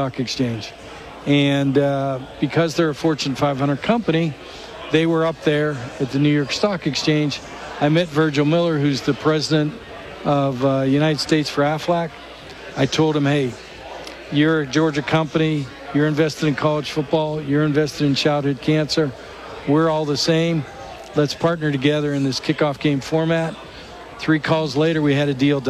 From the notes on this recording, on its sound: SportsChat is LIVE in Nashville from SEC Media Days.